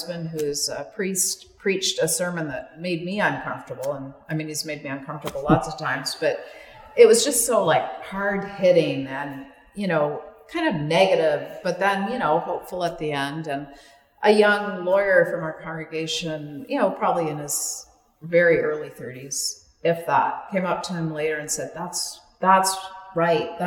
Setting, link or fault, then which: setting, large echoing room